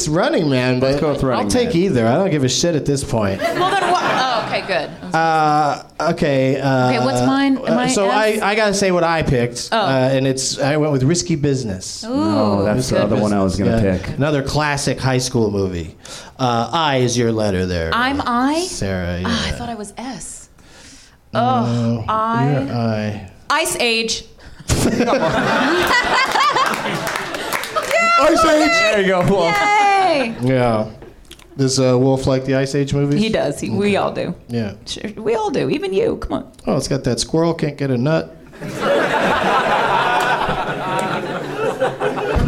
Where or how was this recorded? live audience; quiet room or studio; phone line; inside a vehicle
live audience